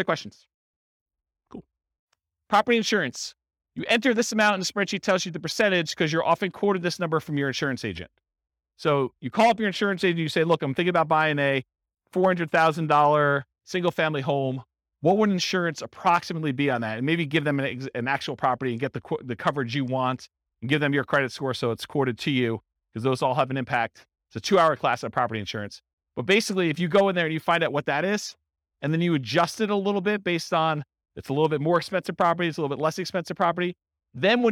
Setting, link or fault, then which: setting, live audience